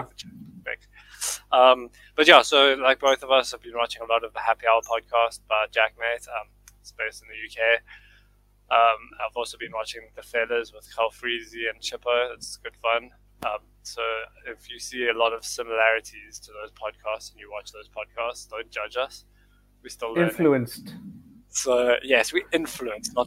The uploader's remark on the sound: Excuse the quality, this was the first time we tried to record so it can only get better from here!